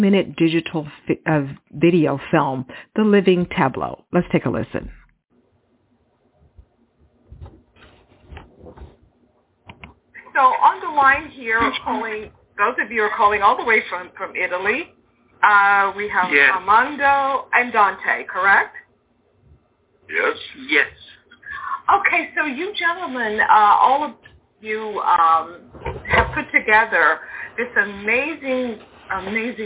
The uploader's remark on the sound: Phoned in directly from Rome earlier this week.